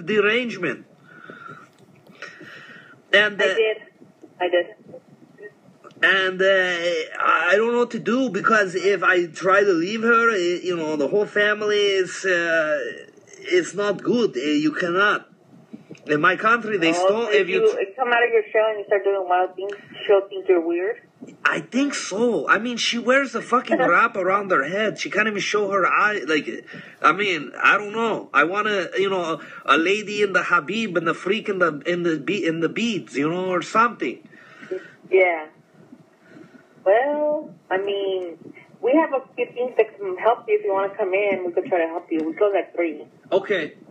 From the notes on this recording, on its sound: Positive prank calls. This is off my live positive prank show.